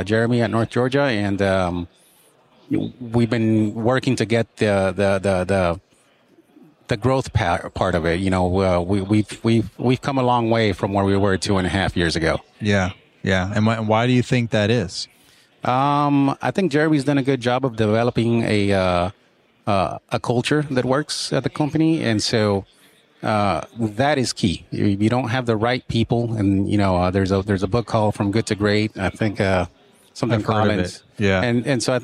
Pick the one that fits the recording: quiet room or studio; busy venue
busy venue